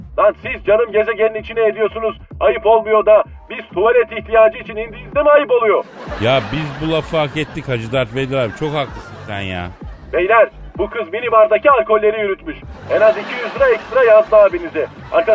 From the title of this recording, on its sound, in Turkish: telefon görüşmesi